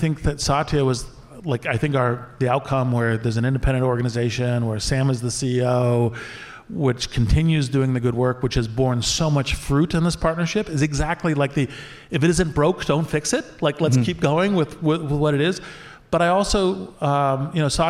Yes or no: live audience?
yes